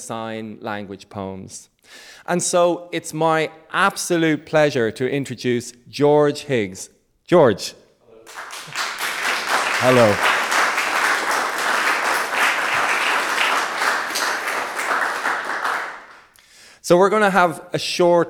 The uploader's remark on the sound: Amplify live at New Music Dublin. The second of two live recordings for New Music Dublin 2022. Live performance of his multisensory piece.